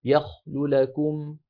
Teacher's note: فقوله تعالى فبعد أعوذ بالله من الشيطان الرجيم ونحن نسبح، إذا لفظت بنونين، النون الأولى خفضت صوتي عندها وأسرعت قليلا، كذلك قوله تعالى يخلو لكم نطقت بلامين، اللام الأولى مضمومة يخلو والثانية مفتوحة، لكن عند اللام الأولى المضمومة خفضت صوتي وأسرعت قليلا، بحيث قال العلماء يبقى ثلثا الصوت ويذهب ثلثه. · Term: الاختلاس